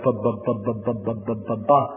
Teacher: the B is a bilabial stop sound